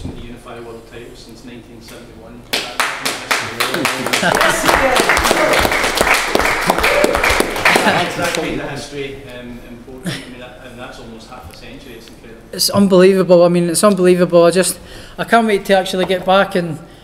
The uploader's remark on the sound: POST FIGHT PRESS CONFERENCE | Matchroom Boxing.